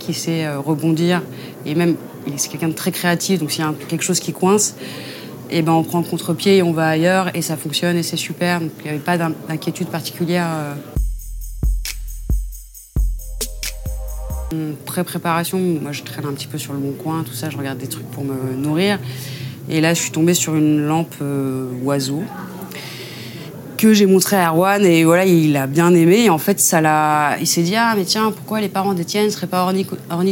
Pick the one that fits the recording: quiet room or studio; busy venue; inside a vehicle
busy venue